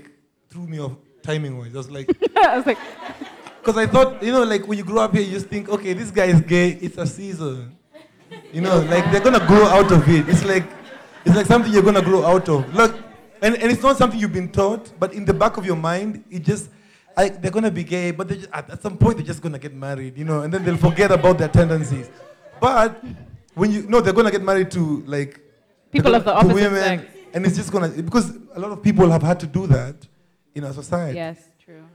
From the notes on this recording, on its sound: A lot of the audience chimed into this conversation and we were able to capture opposing views on open relationships. We were also able to share more of the live music performed on the night of the recording.